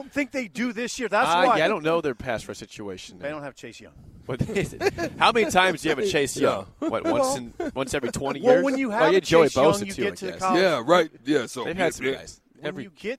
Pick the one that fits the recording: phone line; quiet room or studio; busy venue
busy venue